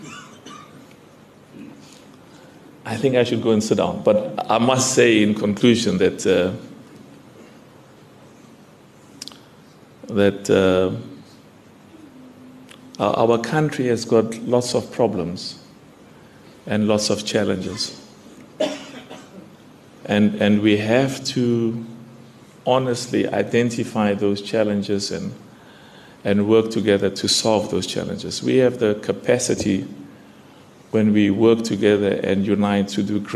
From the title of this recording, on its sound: during Jumuah at the Darul Islam Masjid